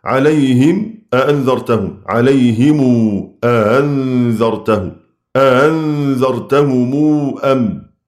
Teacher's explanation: يصل ورش من الطريقين الأزرق والأصبهاني ميم الجمع إذا أتى بعدها همزة قطع